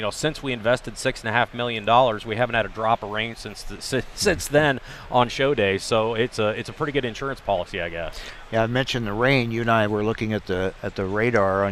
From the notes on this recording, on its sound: reports live from the Syngenta tent at Husker Harvest Days in Grand Island, Nebraska!